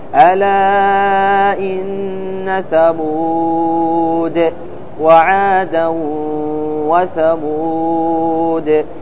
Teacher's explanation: عند الوقف على كلمة ثمود تقف بحذف الألف وسكون الدال